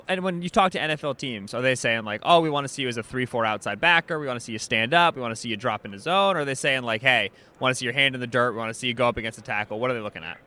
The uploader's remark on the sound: 'The Ringer NFL Show' on Radio Row at Super Bowl LVI.